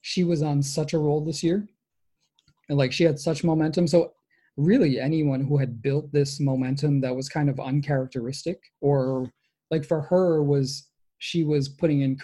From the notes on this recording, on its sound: This week, we attempted our very first live show on Zoom. Contributed to the live chat, and submitted questions.